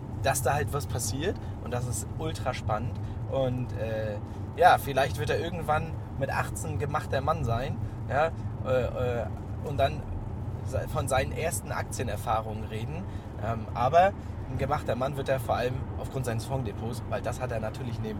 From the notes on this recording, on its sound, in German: Auf dem Weg zum Fondskongress haben wir eine Folge für euch im Auto aufgenommen. Die ungewohnte Tonqualität bitte wir zu verzeihen.